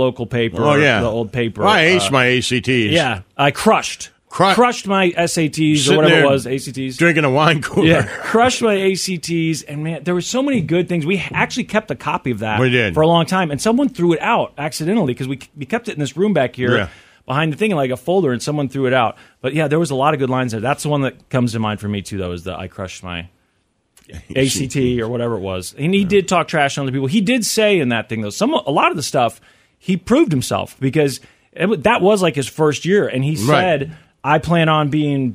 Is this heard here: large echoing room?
no